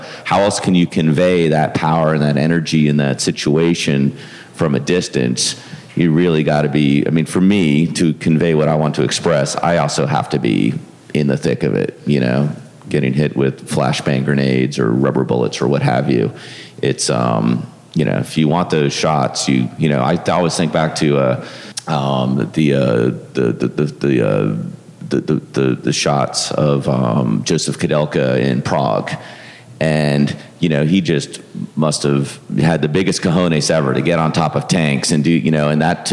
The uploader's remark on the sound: A live panel on street photography that was recorded live at this year’s Miami Street Photography Festival.